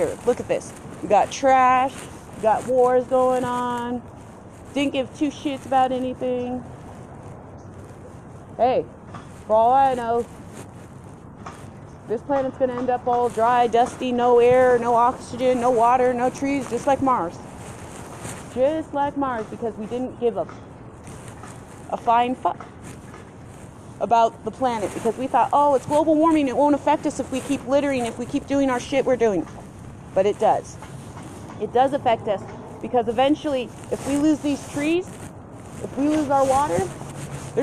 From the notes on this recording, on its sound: I also apologize for the noise in the backround.